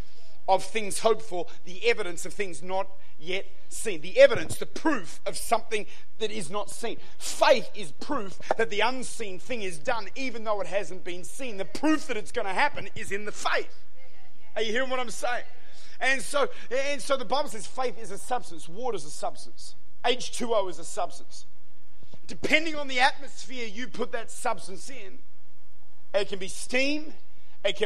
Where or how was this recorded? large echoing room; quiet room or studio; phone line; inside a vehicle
large echoing room